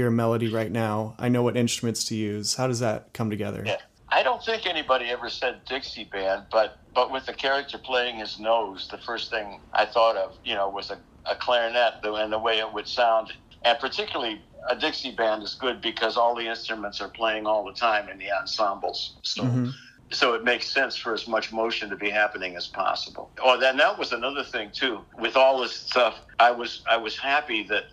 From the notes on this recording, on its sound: This phone interview. This was recorded with a pretty simple setup, so please excuse any audio issues you may hear.